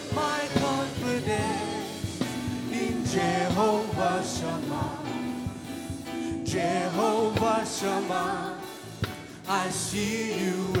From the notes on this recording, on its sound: Preached at the Zion Sanctuary, Cape Town